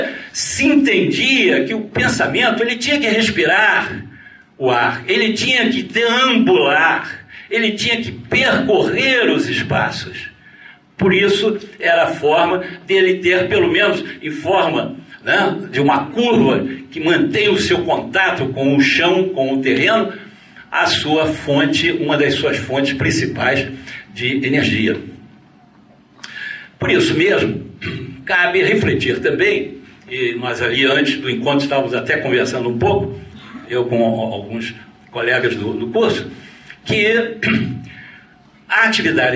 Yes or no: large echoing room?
yes